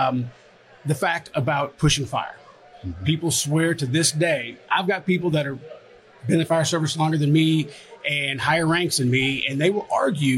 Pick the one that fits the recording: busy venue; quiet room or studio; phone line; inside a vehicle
busy venue